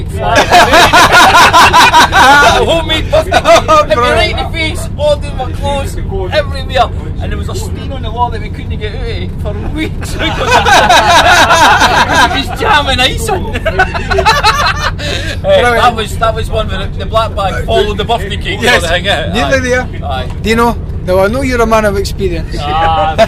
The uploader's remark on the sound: The Kickabout Pub Chat en route to Doncaster Races. Set off for Doncaster Races in a mini-bus. Was given a recording device to capture a bit of Pub Chat.